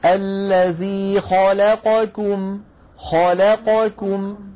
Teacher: خاء الخاء مفخمة، لا اللام مرققة، قا القاف مفخمة، كم الكاف مرققة